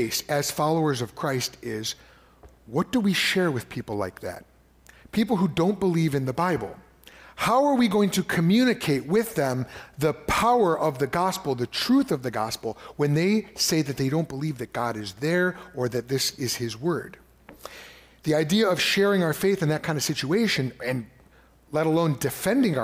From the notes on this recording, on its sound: preached at Fox Valley Christian Church in December of 2023